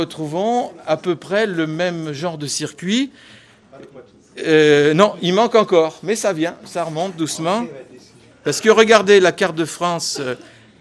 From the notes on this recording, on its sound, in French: Conférence donnée le samedi 13 octobre 2018 lors du 18ème Colloque national des Associations Familiales Protestantes